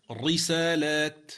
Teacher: هو أتى بالحركة مكسورة لكن لم يأتي بالترقيق على وجهه